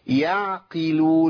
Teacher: انا عندي القاف مكسوره، يعقلون كله بهيئه واحده، لان القاف لما كسرت بقت ضعيفه · Term: القاف الضعيفه